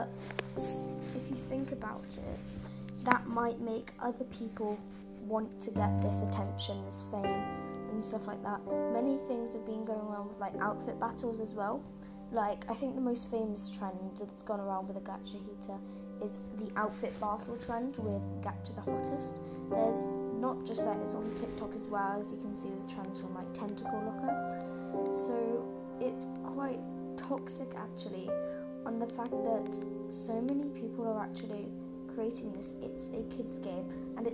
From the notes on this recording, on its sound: Sorry about background noise too